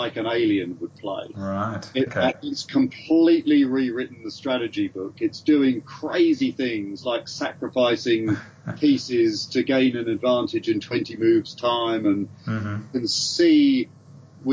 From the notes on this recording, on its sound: A cozy fire-side (ok, skype) chat